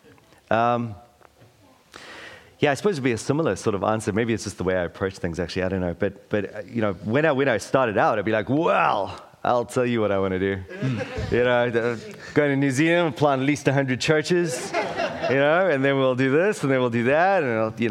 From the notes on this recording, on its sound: LIVE! Taking the opportunity at A29 conference to experiment with a live episode.